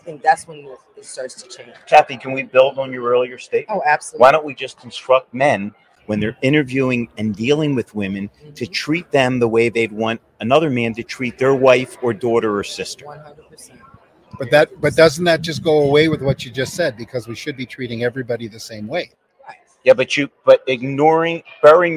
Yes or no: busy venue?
yes